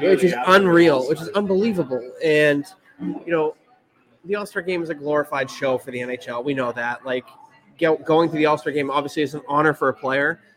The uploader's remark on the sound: Right from Back Hill Beer Company! The audio is a bit wonky due to the live event, so bare with us!